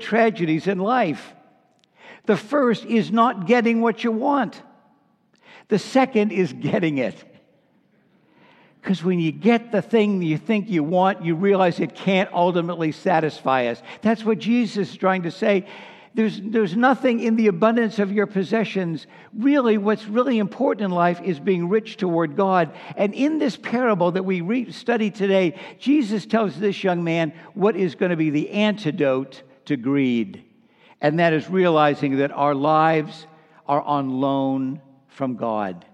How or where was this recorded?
large echoing room